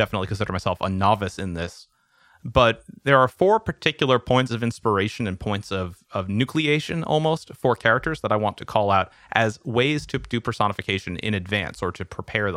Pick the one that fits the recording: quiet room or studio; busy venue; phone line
quiet room or studio